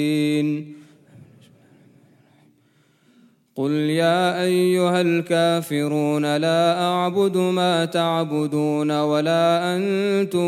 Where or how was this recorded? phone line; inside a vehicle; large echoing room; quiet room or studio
large echoing room